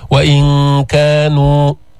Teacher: إخفاء النون عند الكاف نون ساكنة